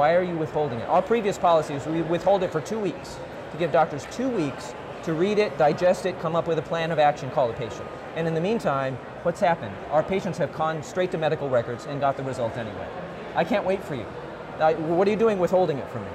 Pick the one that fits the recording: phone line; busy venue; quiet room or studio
busy venue